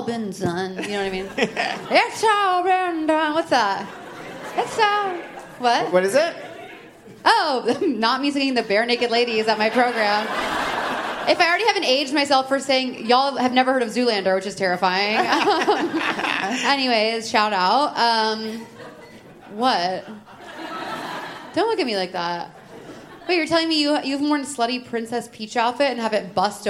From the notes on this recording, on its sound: live on stage at The Bell House